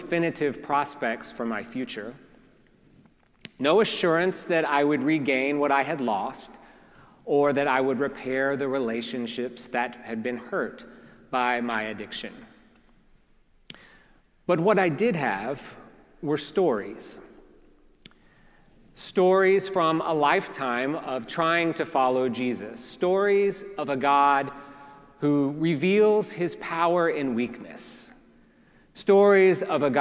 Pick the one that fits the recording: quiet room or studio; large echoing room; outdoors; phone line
large echoing room